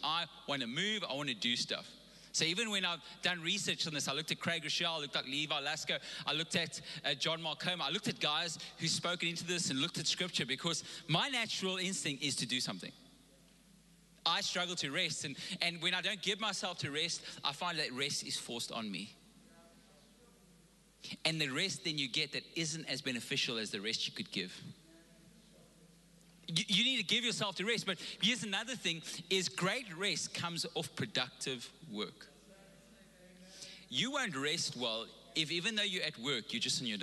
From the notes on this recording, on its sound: Recorded live on Sunday the 31st October 2021